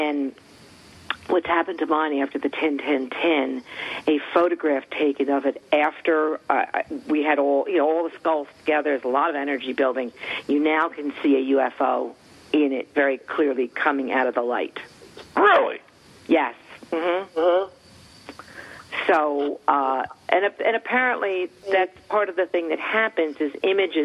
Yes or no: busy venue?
no